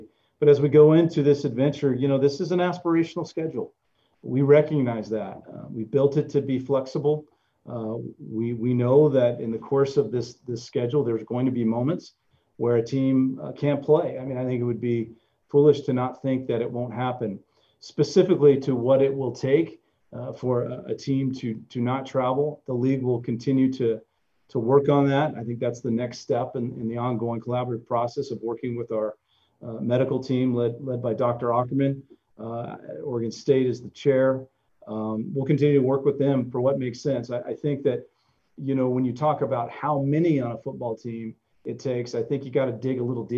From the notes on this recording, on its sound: ZOOM conference call